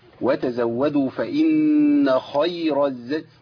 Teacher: الراء هنا مفخمه بس الياء ضعيفه